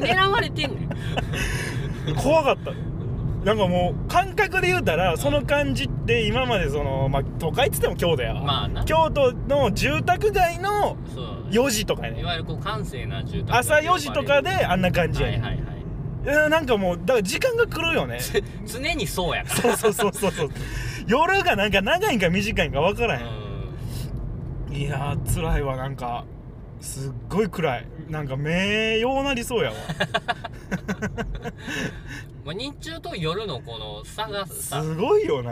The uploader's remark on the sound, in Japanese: 撮って出しのおまけ配信。ぐちゃラジの車窓から。